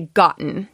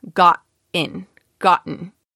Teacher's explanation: So you can say gotten, right? With that good glottal stop in the middle.